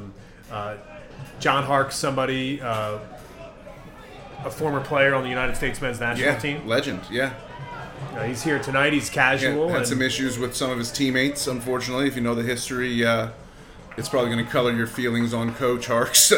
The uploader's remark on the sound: A late winner LIVE from Memorial Stadium. Record the show during the second half of Charlotte Independence's win vs.